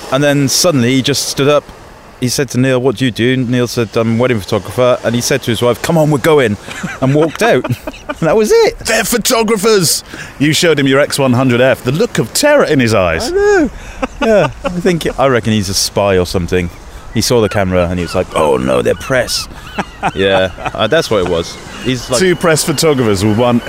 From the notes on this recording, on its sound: The Brighton listener meet up recorded live on location in the south's most vibrant seaside town on the Palace Pier. Those who came to the live show also get a chance to ask questions from the floor.